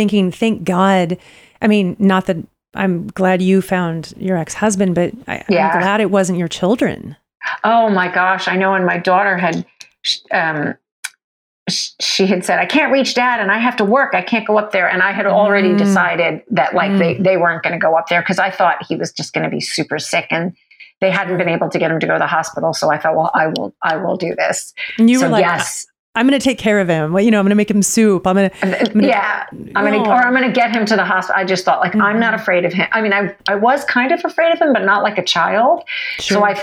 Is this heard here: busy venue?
no